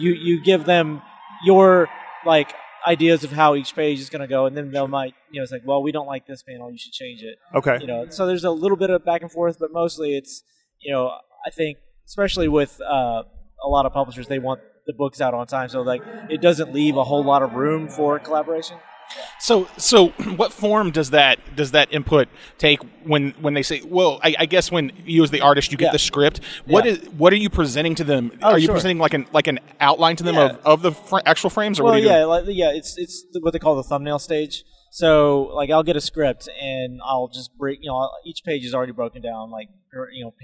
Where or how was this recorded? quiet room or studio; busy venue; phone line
busy venue